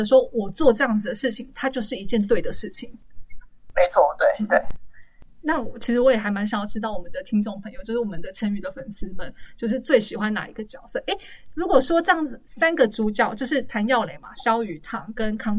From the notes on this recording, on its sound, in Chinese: 因為年初突發的疫情改為遠端錄音，品質不佳之處，請大家多多見諒